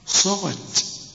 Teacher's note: صاء فخم والغين كمان مفخمة، لكن التاء هنا مرققة